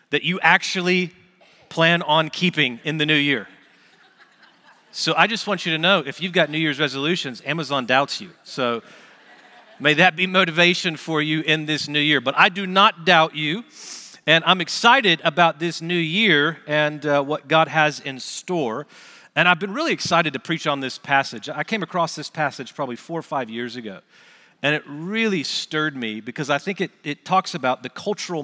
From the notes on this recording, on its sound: Recorded Live at Brookwood Church on 01.07.2024